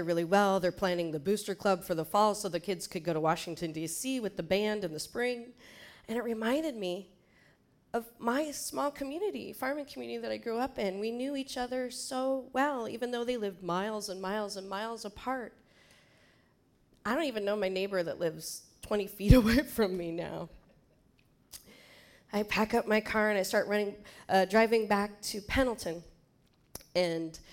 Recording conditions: live audience